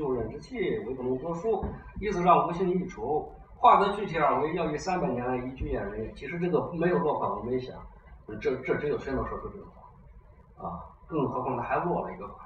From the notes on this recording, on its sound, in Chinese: 讲座录音